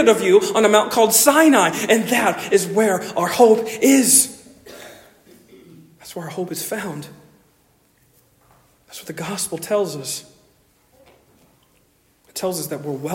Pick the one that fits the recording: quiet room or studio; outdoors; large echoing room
large echoing room